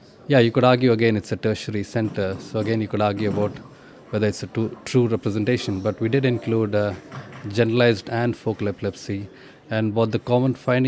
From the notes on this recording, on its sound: This podcast was recorded at the 2014 British NeuroPsychiatry Association AGM.